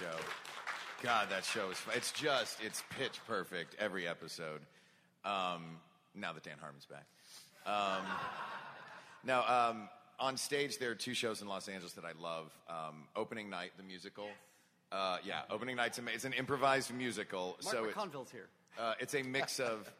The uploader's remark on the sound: Panel from C2E2. At a panel at Chicago's C2E2.